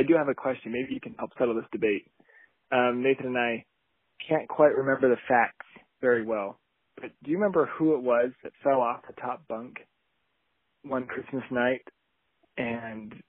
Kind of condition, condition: link, phone line